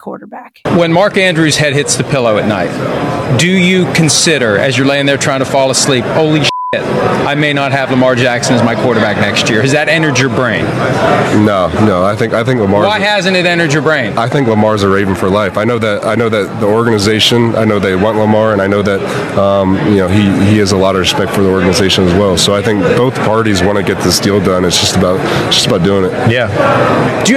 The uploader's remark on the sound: On Super Bowl Radio Row.